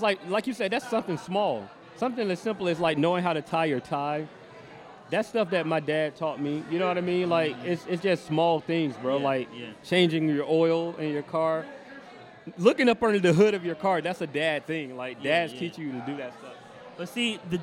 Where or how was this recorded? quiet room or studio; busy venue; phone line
busy venue